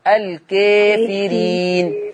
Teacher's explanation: الفتحة هميل بيها شوية هفتح فك بالعرض · Term: مقللة